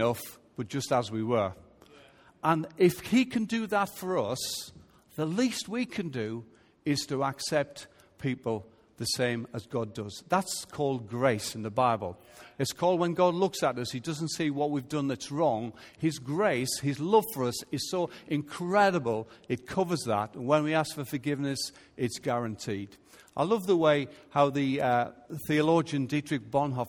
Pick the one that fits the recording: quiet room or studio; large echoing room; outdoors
large echoing room